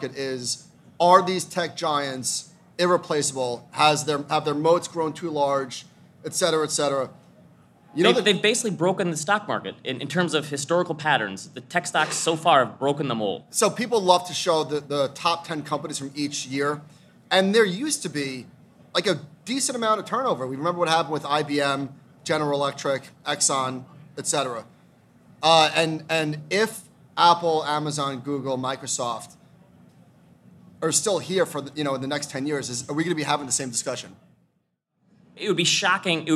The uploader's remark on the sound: are live at Future Proof!